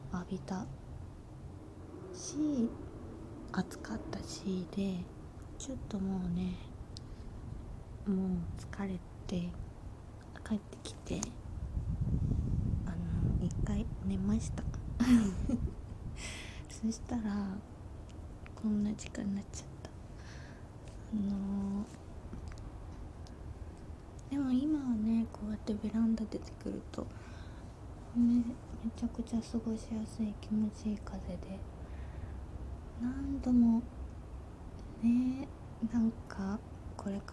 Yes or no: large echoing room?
no